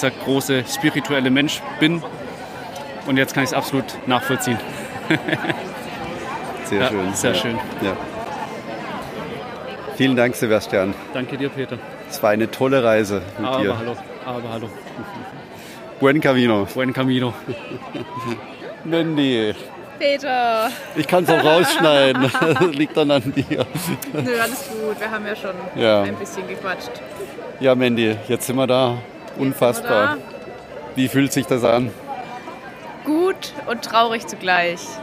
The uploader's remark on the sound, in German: Die Ankunft in Santiago de Compostela. In diesen, Live auf dem Platz der Kathedrale aufgenommenen Gesprächen, kommen die Gedanken und Gefühle heraus, so wie es sehr vielen anderen Pilgern auch ergeht.